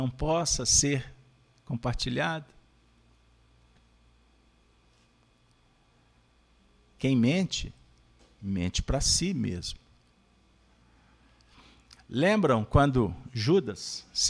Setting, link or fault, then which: setting, live audience